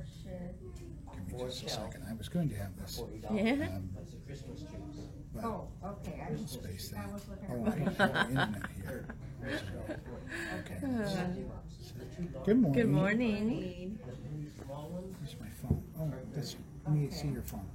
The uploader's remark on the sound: We apologize for the sound being a little difficult. These podcasts are made from a live video.